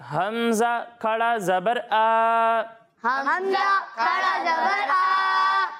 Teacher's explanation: और खड़ी हरकत को एक अलिफ के बराबर खींच कर पढ़ते हैं।